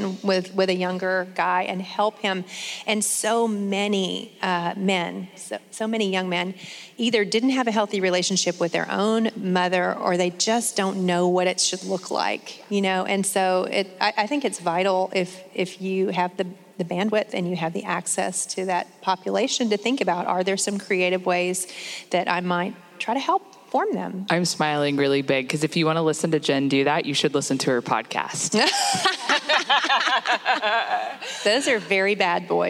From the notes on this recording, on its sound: Our very first Journeywomen Live event that was recorded this past summer at The Gospel Coalition Women’s Conference.